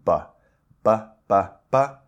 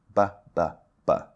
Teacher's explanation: You can't make that sound with your tongue. It has to be your lips. · Term: bilabial